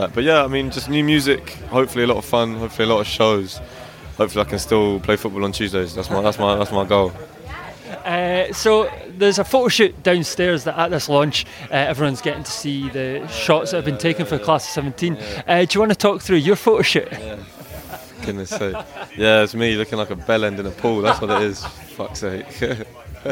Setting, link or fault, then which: setting, live audience